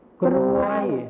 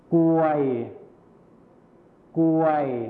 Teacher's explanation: คำควบกล้ำที่เป็นรอเรือหายไปนั่นเอง · Shown in: second take